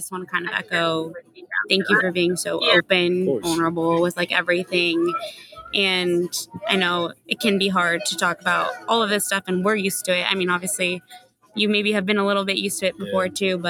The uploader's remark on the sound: Recording partially done at a restaurant, apologies for added background noise.